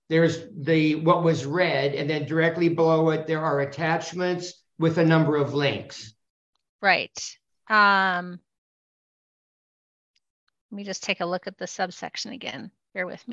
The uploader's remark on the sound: Open Government Commission Meeting - ZOOM.